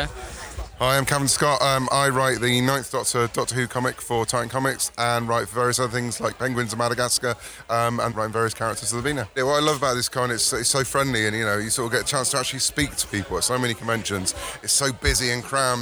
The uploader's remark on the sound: We head on the road to Melksham Comic Con 2015 and chat with the organisers, attendees and Brians at the event. Took Bee Mic round Melksham Comic Con to interview organisers, volunteers.